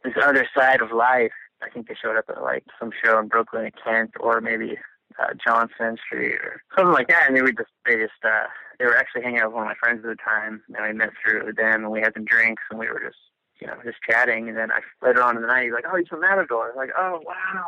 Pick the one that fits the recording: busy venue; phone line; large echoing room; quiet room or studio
phone line